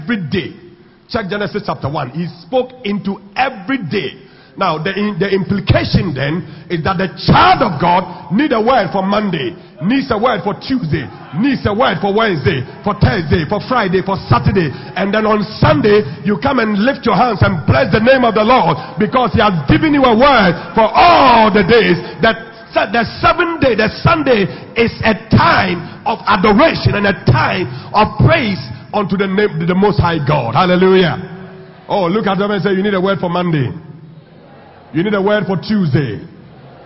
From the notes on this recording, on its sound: Sunday Communion Service at the Pentecost International Worship Center, Atomic.